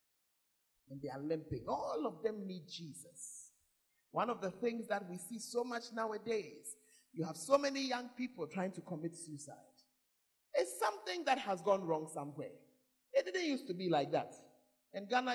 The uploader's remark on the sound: Preached at the Makarios Conference; Berekum